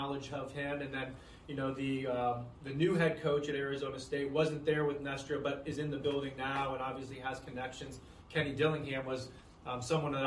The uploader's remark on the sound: spoke to the media in the team's final NFL Draft Press Conference